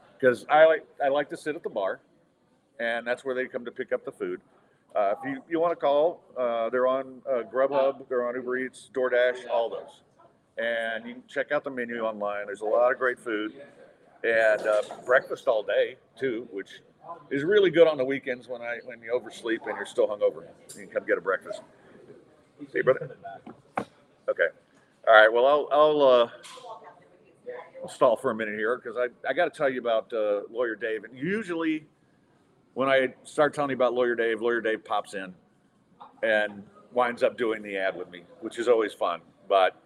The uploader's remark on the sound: Recorded on site at Midtown Bar and Grill